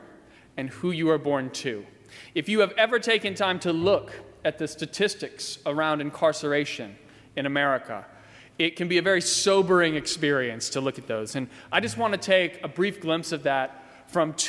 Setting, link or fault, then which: setting, large echoing room